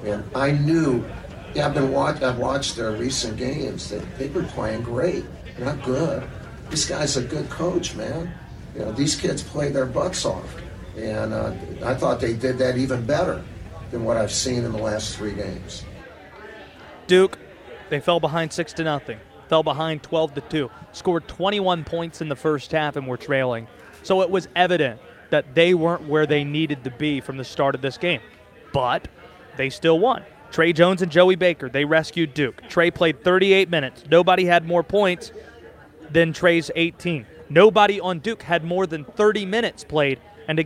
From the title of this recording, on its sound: Live at KickBack Jacks